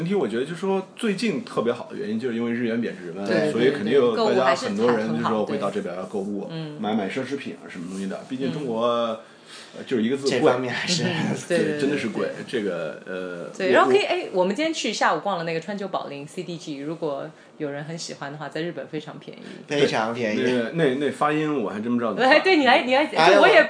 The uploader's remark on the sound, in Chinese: 人在外地不方便录音才是真的。这期节目也是草草的用手机录音设备录下的。音质一般。实在没有力气好好编辑，就草草上传了。在东京百玩之中抽空帮我录节目。